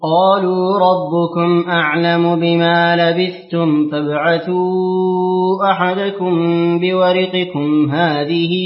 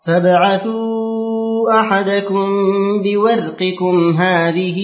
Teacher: قرأ حمزة وشعبة وأبو عمرو بسكون الراء في لفظ بورقكم · Shown in: second take · والباقون بالكسر.